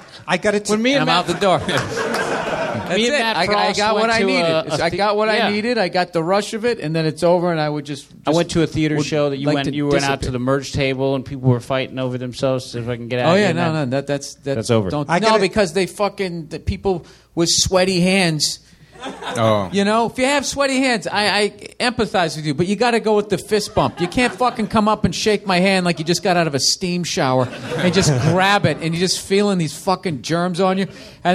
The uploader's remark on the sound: All Things Comedy Live Podcast. At Nerdmelt 7522 Sunset Blvd. Los Angeles, CA.